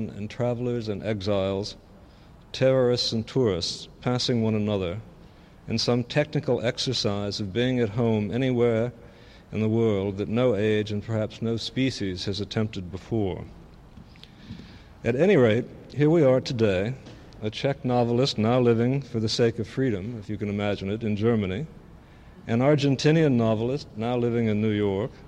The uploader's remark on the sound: 48th PEN International Congress — Public Reading at St. Peter's Church. The fifth and last of the Midday Reading Series events.